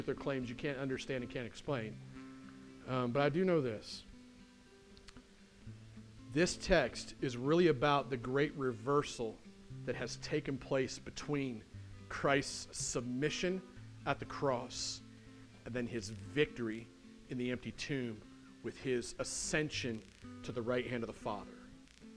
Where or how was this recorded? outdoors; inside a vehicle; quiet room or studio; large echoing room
large echoing room